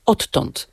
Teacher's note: Pisownia inaczej, wymowa inaczej, ale w tej formie, którą pan przywołał, wymawiamy podwójne t odtąd, mimo że w zapisie ortograficznym mamy d i t